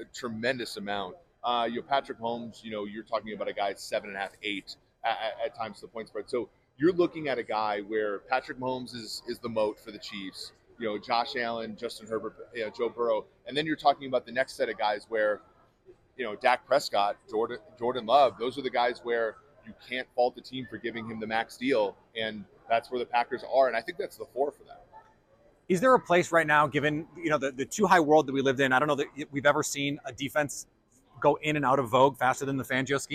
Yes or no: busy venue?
yes